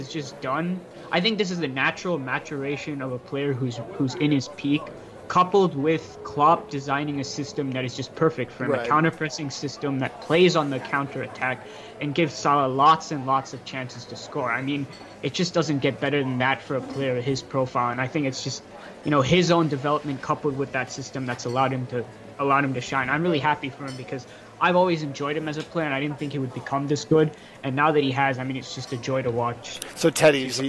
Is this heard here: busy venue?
yes